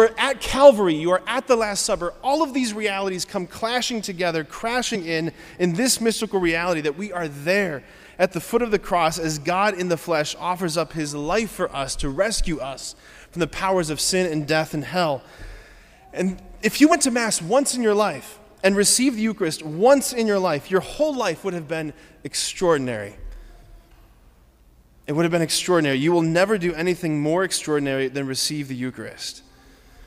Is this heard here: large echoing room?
yes